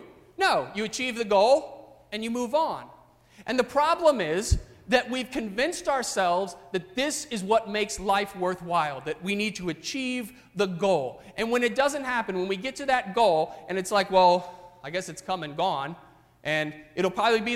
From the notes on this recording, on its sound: During the 9:30 AM service. At First Presbyterian Church of Arlington Heights, Illinois.